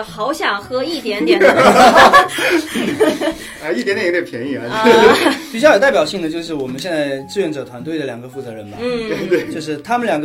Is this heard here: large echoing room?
no